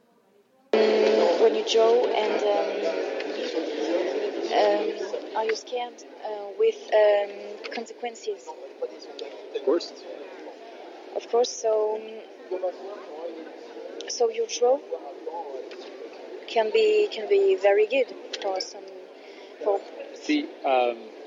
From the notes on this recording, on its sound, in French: emission en direct du Memorial de Caen pour les rencontres du dessin de presse